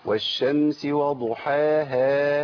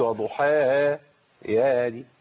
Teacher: وخد بالك من حاجة تانية، الهاء لازم تبان. · Shown in: first take